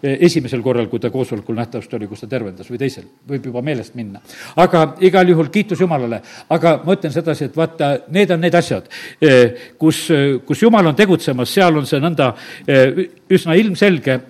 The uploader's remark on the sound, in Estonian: Audio salvestus koosolekult